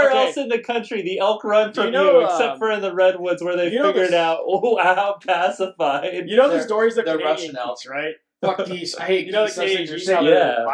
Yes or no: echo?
yes